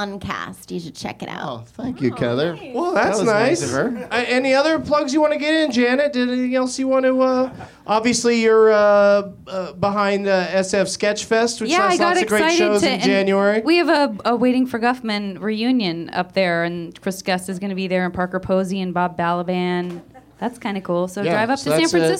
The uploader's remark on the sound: Live from the UCB Franklin in LA